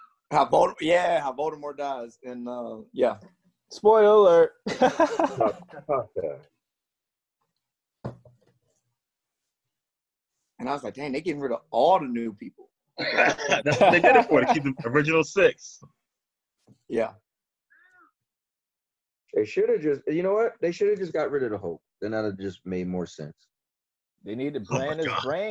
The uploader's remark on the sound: Netflix Watch Party No.1. Gonna start the zoom call now.